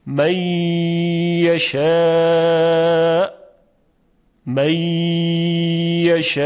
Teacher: پس در اینجا چون غنه وجود داره، ادغام از نوع ناقص هست · Term: ادغام ناقص